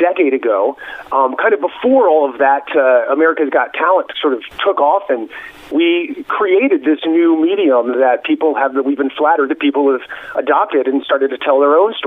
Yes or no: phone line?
yes